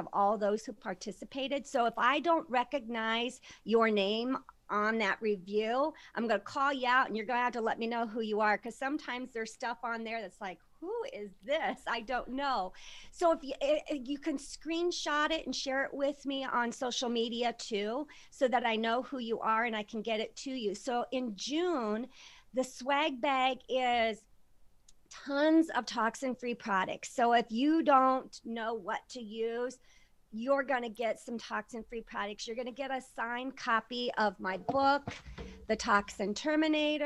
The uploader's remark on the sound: listen in to one of our recent Collaboration Zone Zoom Calls